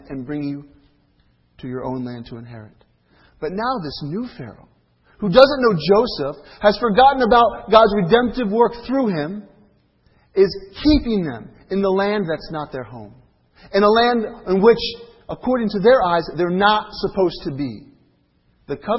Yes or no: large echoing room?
yes